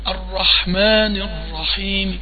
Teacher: أجيب الكسرة لكن بصوت خفي · Term: الروم